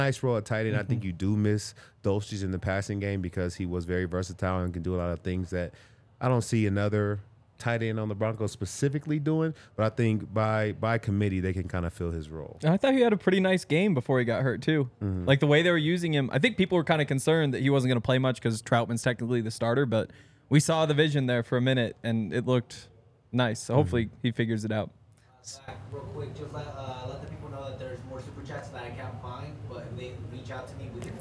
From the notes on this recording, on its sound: coming to you LIVE from the DNVR Bar